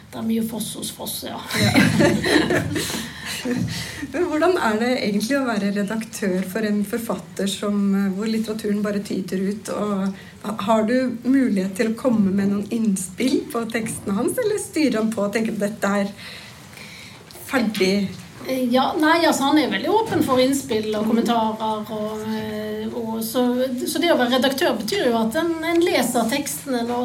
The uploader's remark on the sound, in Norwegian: et live-opptak av samtalen